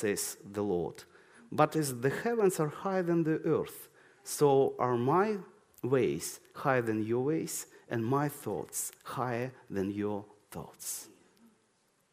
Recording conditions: large echoing room